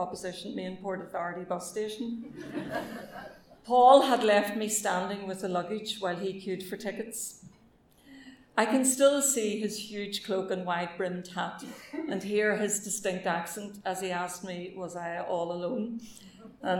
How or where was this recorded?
live audience